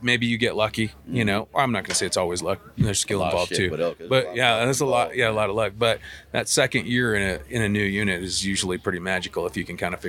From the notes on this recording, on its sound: Live from Mountain Archery Fest